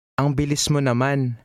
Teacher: the last word is stressed on the last syllable